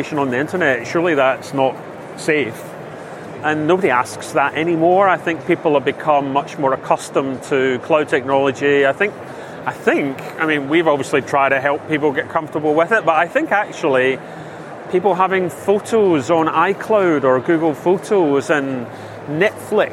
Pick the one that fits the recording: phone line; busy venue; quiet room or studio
busy venue